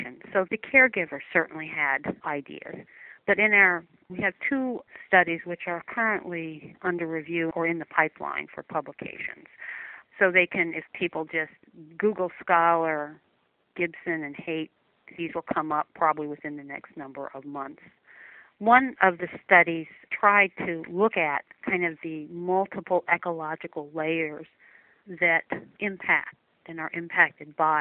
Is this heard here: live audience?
no